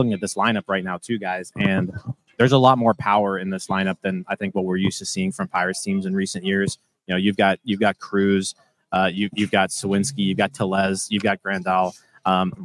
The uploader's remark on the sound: Pirates Spring Opener LIVE At LECOM Park. We are live inside LECOM Park for today’s Spring Home Opener vs.